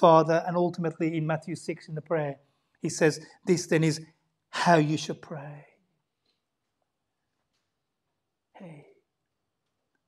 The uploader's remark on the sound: Sunday Service 10:40am LIVE STREAM